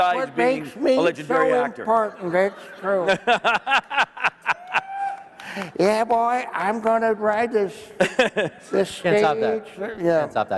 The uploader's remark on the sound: A Consensus 2023 panel